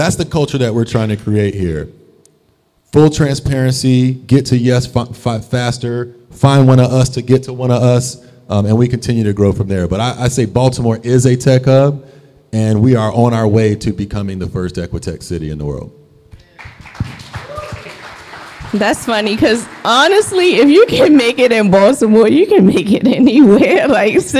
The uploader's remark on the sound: Live podcast recording of the NoPixAfterDark conversation series at the Baltimore Peninsula!